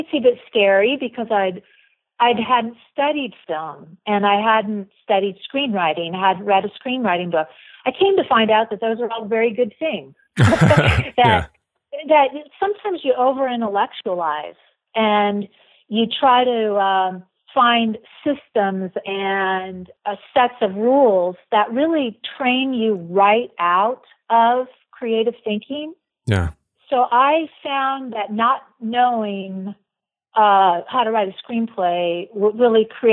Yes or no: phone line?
yes